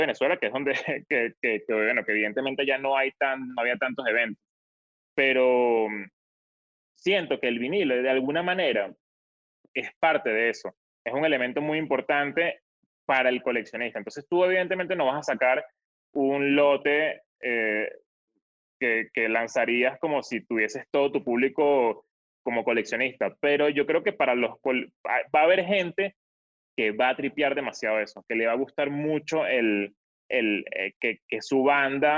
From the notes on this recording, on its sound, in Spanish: El Music Deal se conecta vía zoom